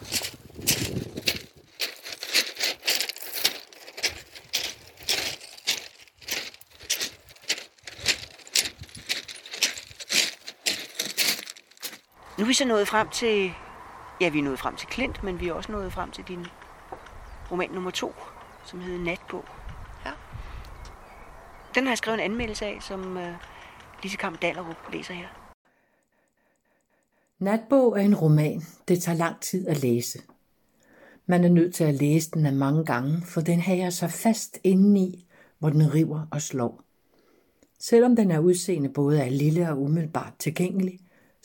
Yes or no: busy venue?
no